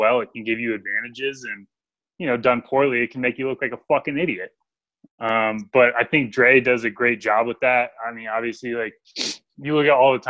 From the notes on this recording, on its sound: We use the Zoom app to continue our Podcast while social distancing with our FULL crew on board.